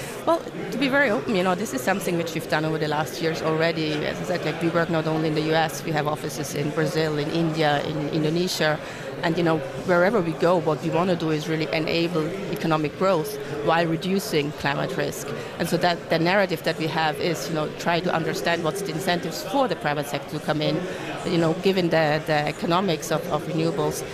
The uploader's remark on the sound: Live from the 2017 Future of Energy Summit